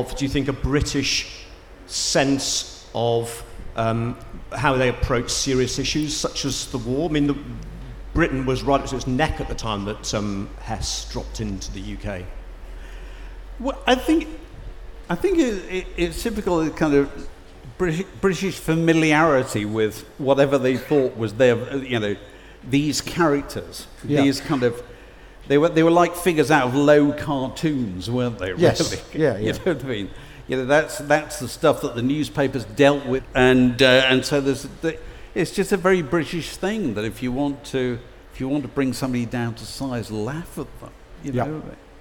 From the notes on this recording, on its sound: Recorded at We Have Ways Fest 2023